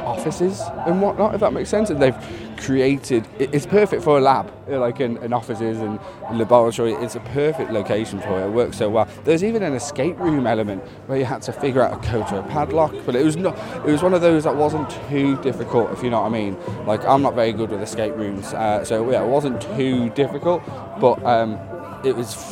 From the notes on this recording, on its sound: On-location Review Episode 2023. We visit Fear Factory Live at their new location at the Gate Way Bar & Club in Preston.